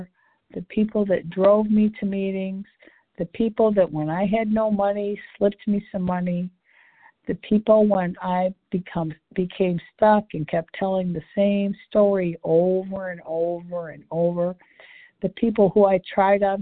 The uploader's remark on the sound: 100 Pounders Phone Meeting